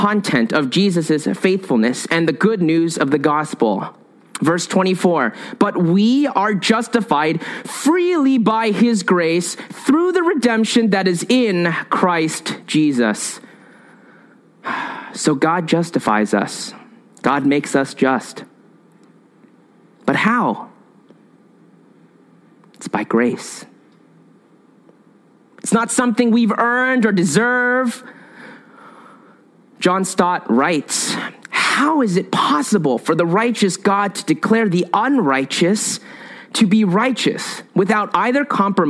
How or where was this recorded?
large echoing room